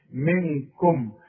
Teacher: الإخفاء هنا تغن لازم بمقدار حركتين منكم الميم دي ساكنة ضم فيها شفايفك وما تغنهاش